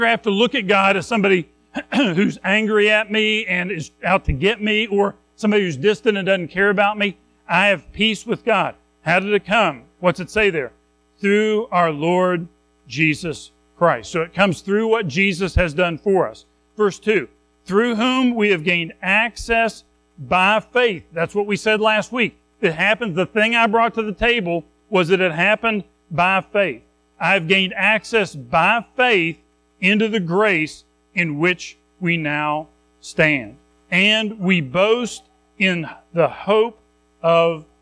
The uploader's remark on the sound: Recorded at Madison Baptist Church in Madison WV on Feb 4, 2024